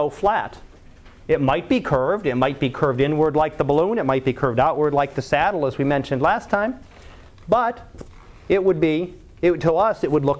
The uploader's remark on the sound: Live Class Lecture